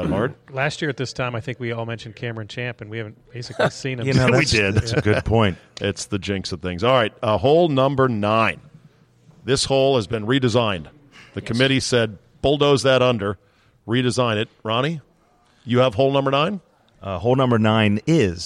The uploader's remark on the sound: Taped live at GolfDom Golf in Tyson's Corner, VA.